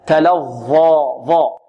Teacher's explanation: والظاء هنا مفخمة وبعدها ألف